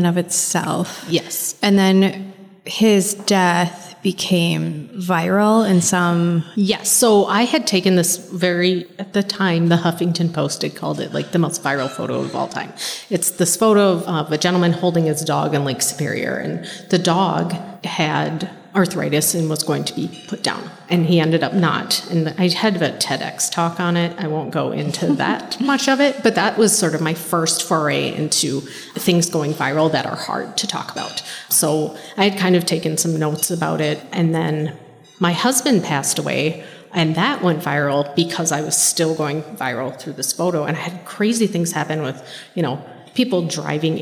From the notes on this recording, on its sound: This is a very exciting episode as it is our very first live episode recorded at our annual gala!